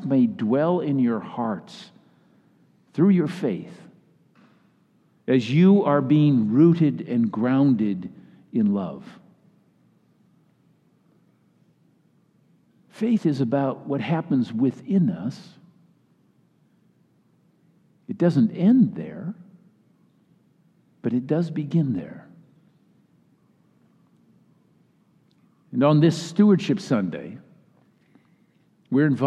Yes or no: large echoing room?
yes